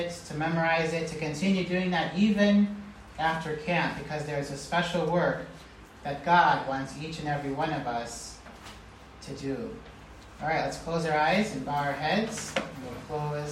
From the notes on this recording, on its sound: preached this message at the IBMK Missionary Kids Camp in Kenya